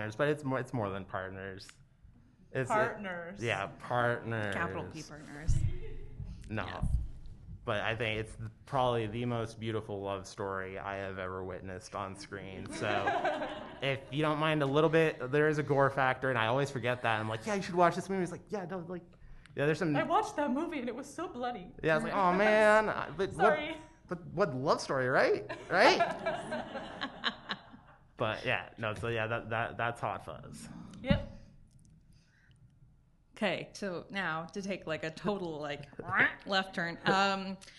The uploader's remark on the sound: This is our live show from Treefort Music Fest 2022.